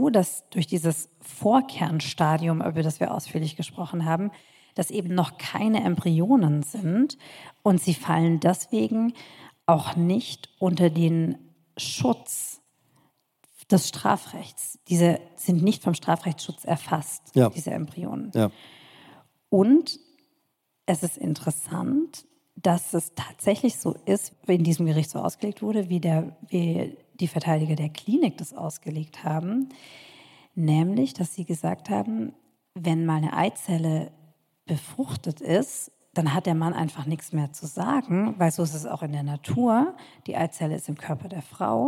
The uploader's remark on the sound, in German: Liveaufzeichnung von der Langen Nacht der ZEIT (Teil 2).